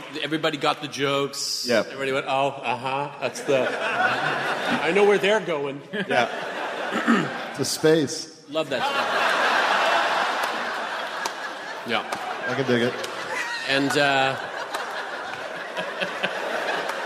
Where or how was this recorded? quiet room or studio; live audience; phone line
live audience